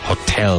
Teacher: Hotel with the emphasis on the second syllable. I gave it to them when they were leaving the hotel.